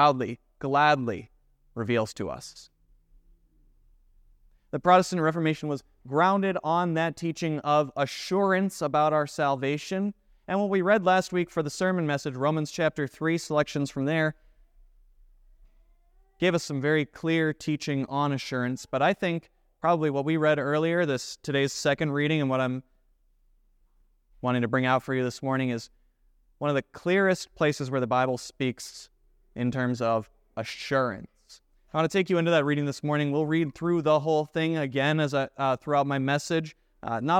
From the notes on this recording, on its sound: Preached at Grace of God Lutheran on November 5,2023.